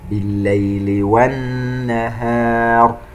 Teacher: نون مشددة تغن بمقدار 2 حركات